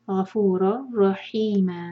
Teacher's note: غفور تنوین کی بعد را ہے ادغام بغیر غنہ کا